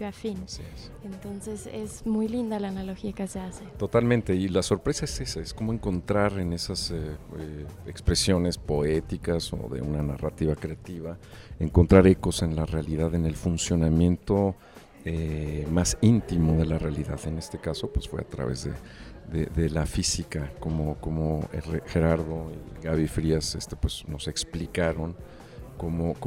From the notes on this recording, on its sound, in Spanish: Inspiria beta desde el Festival Aleph.